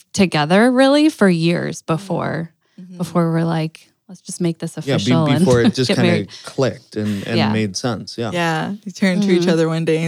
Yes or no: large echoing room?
no